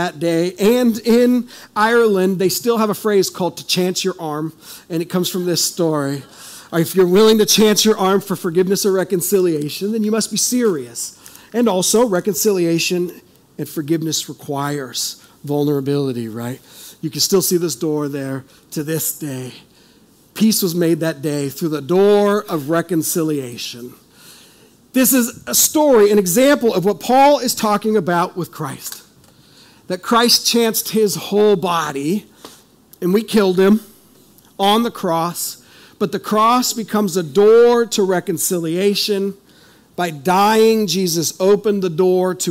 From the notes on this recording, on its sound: This is audio ripped from the Live Service video.